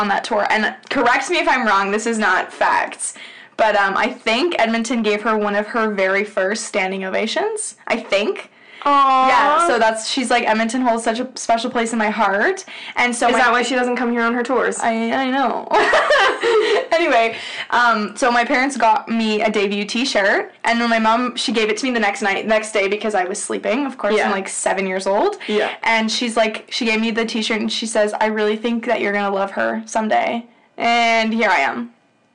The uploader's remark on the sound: P.S we know the audio is brutal, we have fixed it for future episodes.